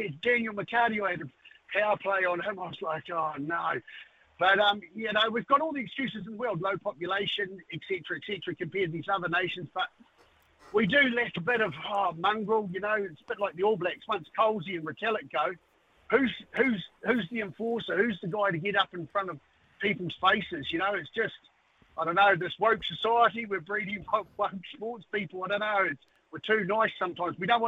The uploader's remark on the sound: opens up the phonelines